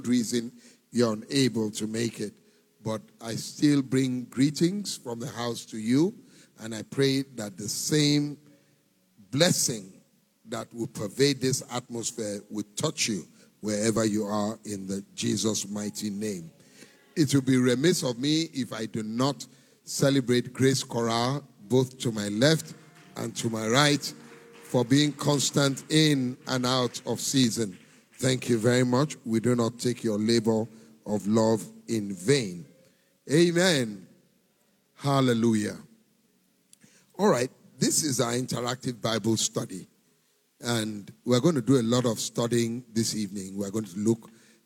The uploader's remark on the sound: Recorded LIVE at our MidWeek Interactive Service